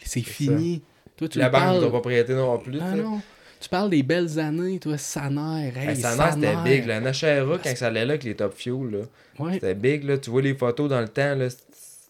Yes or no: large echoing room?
no